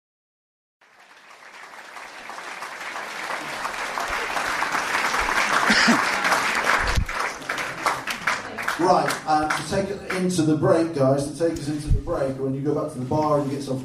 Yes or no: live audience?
yes